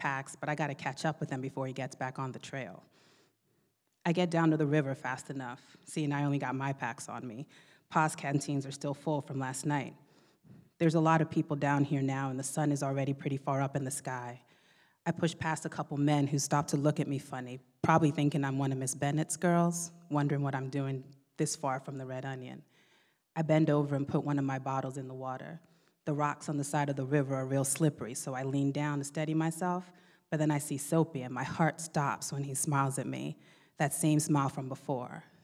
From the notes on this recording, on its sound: It is the 2017 Emerging Voices Final Reading, live from the Skirball Cultural Center.